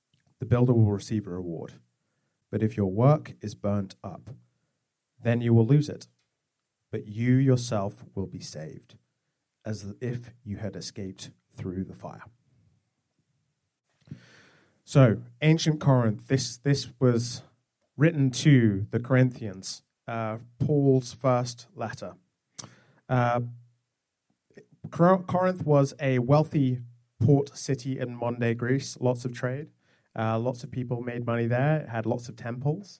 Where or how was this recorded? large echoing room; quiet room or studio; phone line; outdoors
large echoing room